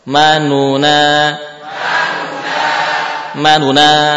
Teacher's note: Menampakkan dhammahnya. Menampakkan aslinya la ta'manu. Namun dhammahnya tidak sempurna satu harakah, ya. sudah terpotong. · Term: ikhtilas